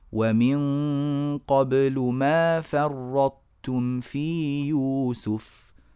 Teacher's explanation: الطاء لم تضعف ولا التاء أيضا قويت وصارت متأثرة بالطاء التي بعدها